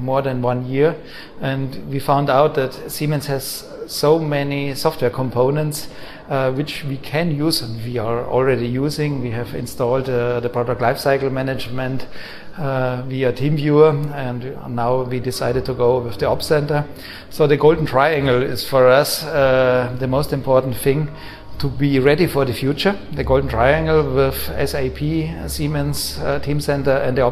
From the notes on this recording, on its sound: We recorded with experts from Battery Show Europe in Stuttgart. Talk with our amazing guests from the show floor at the event.